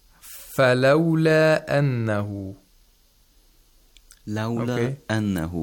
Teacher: if you want to do qasr, we have to lengthen it to only two vowel counts. مد الطبيعي.